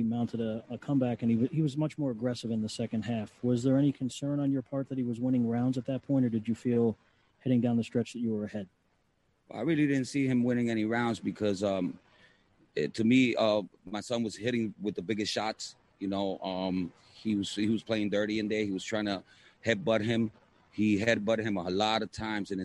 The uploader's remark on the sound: Post fight Press Conference.